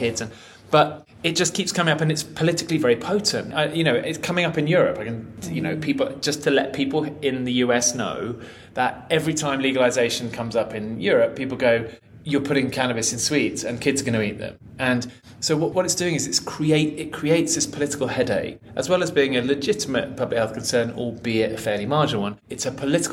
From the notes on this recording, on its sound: Recorded at MAPS Psychedelic Conference